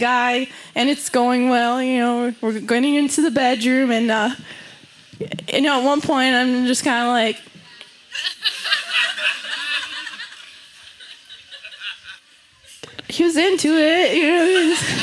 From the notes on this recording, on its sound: Recorded live at Late at the Lake, at Mozart's Coffee Roasters in Austin, Texas on Tuesday, October 11th, 2022.